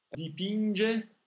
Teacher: In Italian, we don't have an open I. It's always a closed vowel.